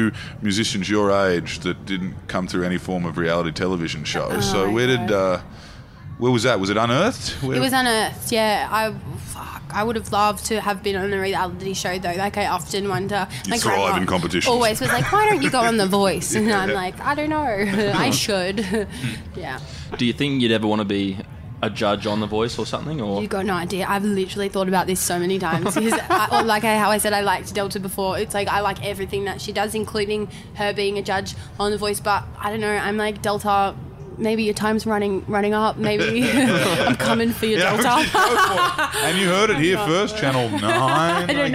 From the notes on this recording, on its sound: Recorded live from the recent Diamantina Drought Relief Concert.